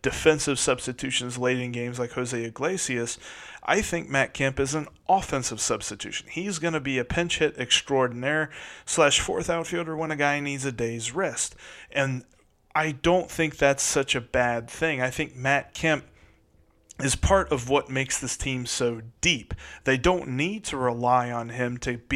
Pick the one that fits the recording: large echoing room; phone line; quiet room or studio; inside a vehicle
quiet room or studio